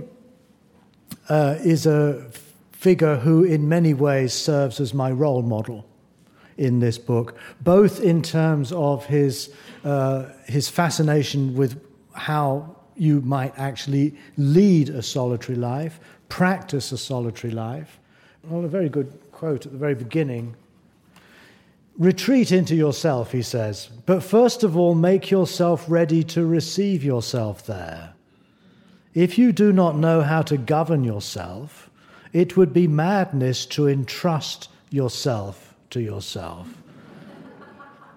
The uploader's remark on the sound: in front of a live audience